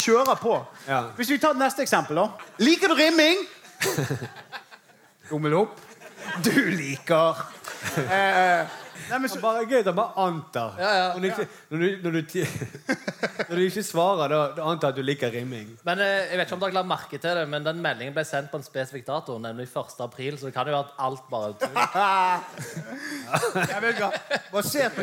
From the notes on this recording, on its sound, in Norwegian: LIVE fra Edderkoppen Scene. Takk til alle som kom og så på!